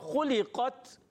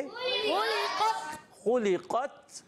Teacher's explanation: خا کی ادائیگی حلق کے اوپر والے حصے سے، قاف کو پر رکھنا ہے، اور آخر میں تا کی